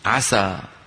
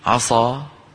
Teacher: فإن فخمنا السين قليلا فصارت عصا